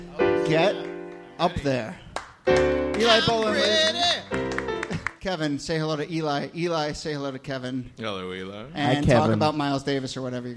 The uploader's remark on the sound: from our October regular show at Housing Works Bookstore